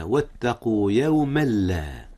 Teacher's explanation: إدغام بدون غنة، حيث أدغم التنوين في اللام، واللام ليس من حروف الغنة